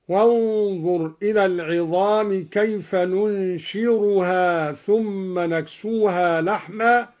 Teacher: قوله تعالى: كيف ننشزها ثم نكسوها لحما. قرأ الدوري بالراء بدل الزاي